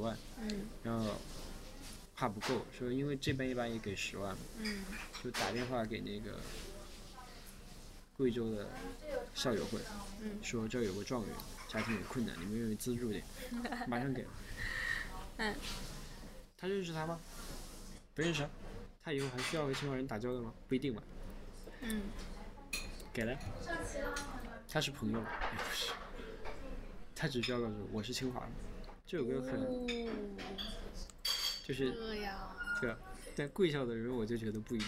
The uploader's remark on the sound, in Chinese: 本次录音是在一家咖啡馆进行的，录音时周围有着各色人等以及两台咖啡机和一台搅拌机，因此录音中时不时会传出原生态的声音，当然我们欢迎你把这当作某种真实感。此外，需要特别强调的是，（嘉宾）拍桌子的声音被削减到了原音量的百分之四十左右，不过如果戴了耳机，感受应该也很明显。